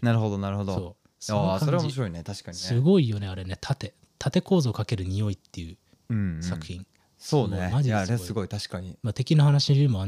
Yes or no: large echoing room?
no